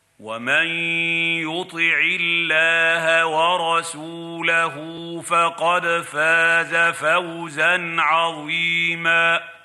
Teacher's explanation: قد رقق عند نطقه الحرف الموجود في لفظ الجلالة، حرف اللام الله، فقرأها ومن يطع الله بترقيق هذا الحرف لمجيئه بعد العين المكسورة الموجودة في كلمة يطع.